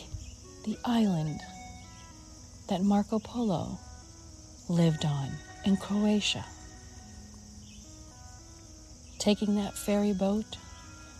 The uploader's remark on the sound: Walk and Talk